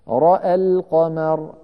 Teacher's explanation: فإن أتى بعده ساكن نحو رأى القمر فإنه يفتح الراء والهمزة وصلا ويقللهما وقفا